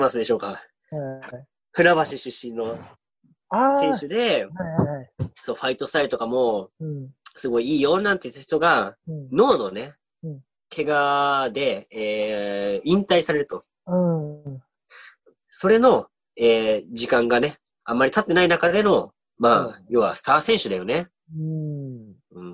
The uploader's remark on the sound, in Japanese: ZOOMにてコラボ収録をお送りします